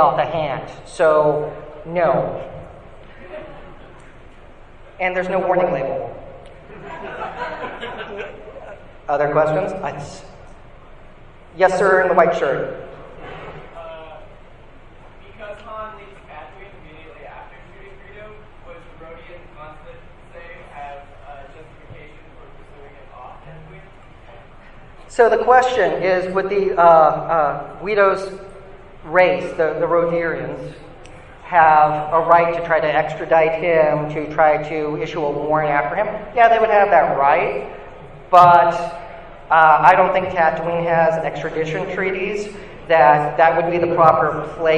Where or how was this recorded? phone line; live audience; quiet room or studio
live audience